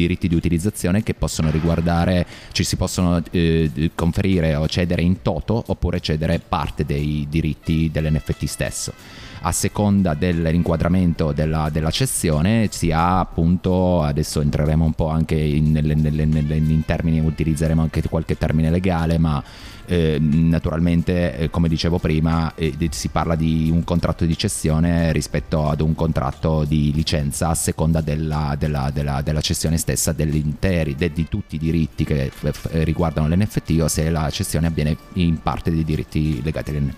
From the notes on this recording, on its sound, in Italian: in diretta dal MAMbo - Museo d'Arte Moderna di Bologna